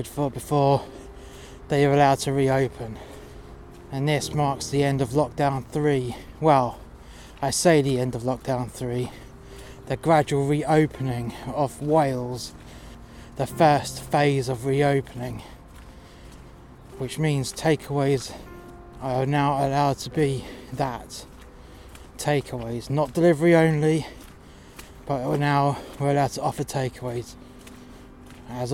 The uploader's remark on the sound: This episode was recorded outside in sub zero temperatures (Celsius) for dramatic effect.